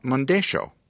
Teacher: Ys and double Ls, pronounced ya in Spanish from Spain to Mexico, are here pronounced sh.